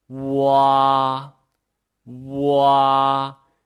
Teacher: 嘴唇呢，由这个乌的圆唇转到这个啊的开口 · Term: 复韵母